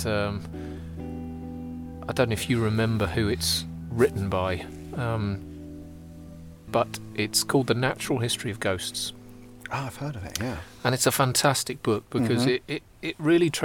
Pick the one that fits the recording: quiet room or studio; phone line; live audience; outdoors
outdoors